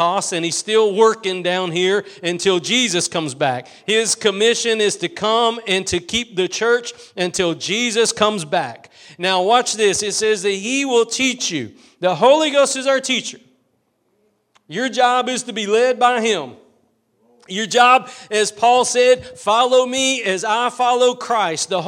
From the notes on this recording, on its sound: Preached at Gospel Lighthouse in Bossier City, La.